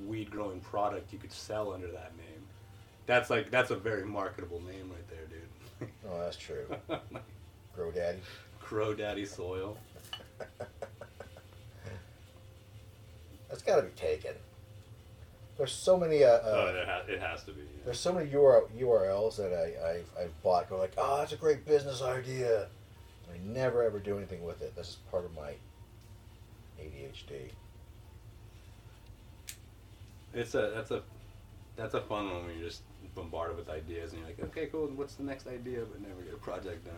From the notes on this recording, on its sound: With this episode, we try adding a third...person in the studio with our very first guest interview. This is our first time trying to record three people with just our two wireless DJI mics.